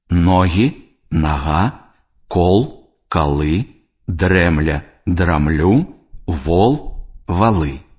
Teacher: Яркай асаблівасцю беларускай мовы з'яўляецца аканне.